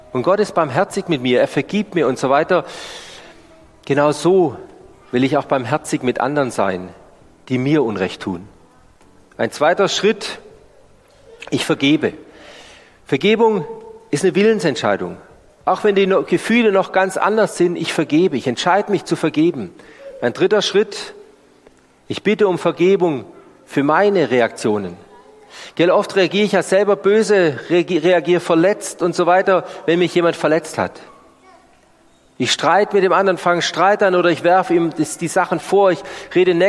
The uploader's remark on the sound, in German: Die Predigt aus dem Gottesdienst.